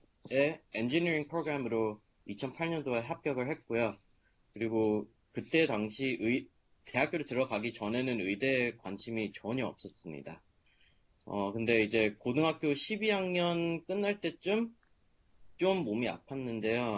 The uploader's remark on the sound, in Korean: Skype세미나에 참여한 하버드 의대 3학년생.